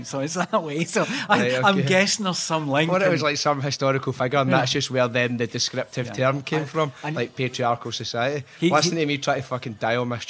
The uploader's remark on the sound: Recorded in a cafe in the heart of Istanbul.